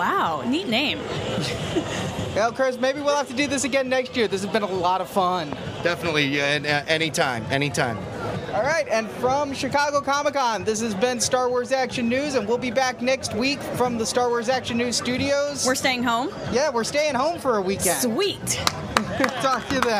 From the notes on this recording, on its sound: Coming to you live from the Sandtroopers.com booth on the convention floor